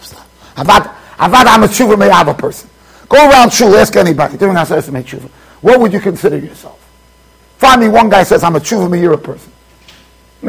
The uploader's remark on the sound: Shiur recorded in Yeshivas Ohr Reuven, Monsey NY.